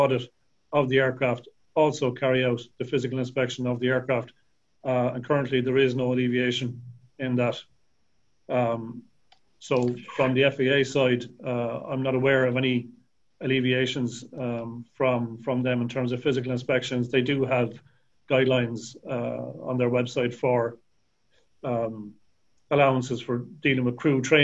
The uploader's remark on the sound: This is the recording of the 4th APTN aircraft lessor, VP Technical and APTN Enterprise members Zoom Call